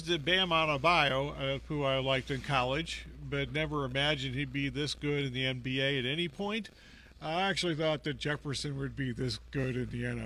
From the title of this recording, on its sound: Live from Putting World